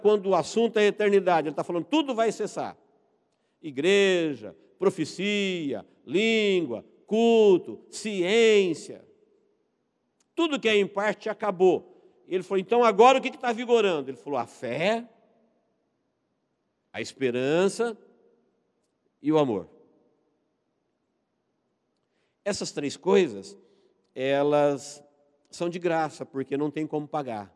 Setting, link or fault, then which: setting, large echoing room